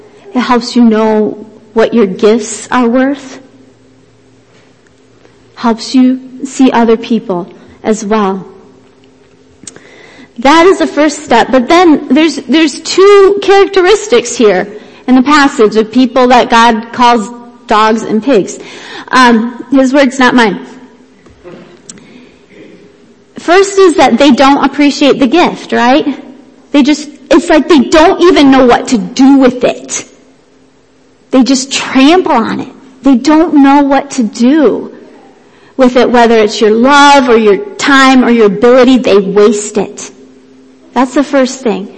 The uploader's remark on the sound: Worship Service - Audio